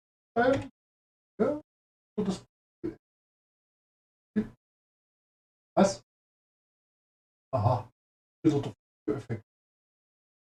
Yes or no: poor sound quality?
yes